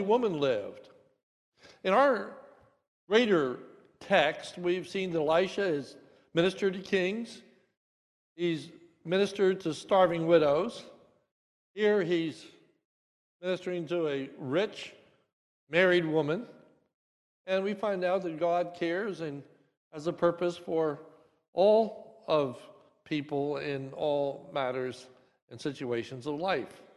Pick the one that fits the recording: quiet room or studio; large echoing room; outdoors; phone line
large echoing room